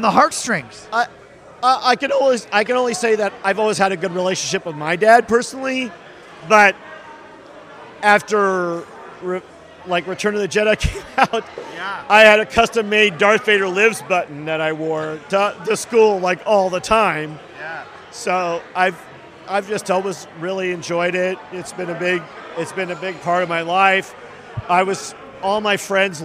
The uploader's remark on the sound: Spent the evening in the bar at the lovely Anaheim Hilton following day one of STAR WARS CELEBRATION 2022 interviewing Star Wars fans from around the world.